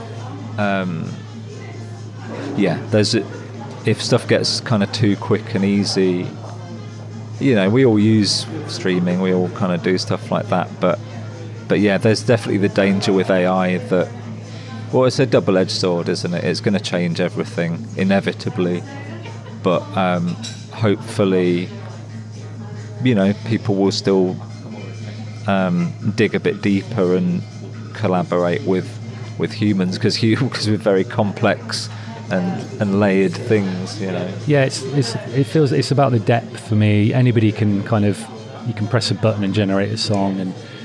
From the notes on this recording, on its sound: At Leicester’s Phoenix Arts Centre. The Phoenix, known for its support of artistic innovation, served as a fitting venue. Recorded in the café area amidst the sounds of daily life.